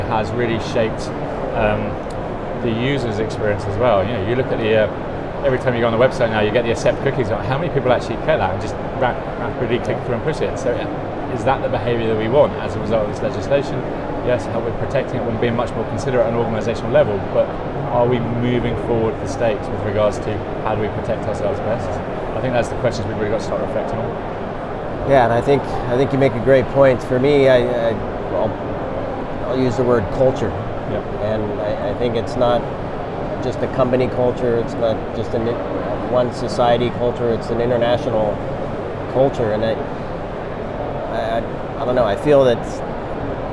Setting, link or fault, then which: setting, busy venue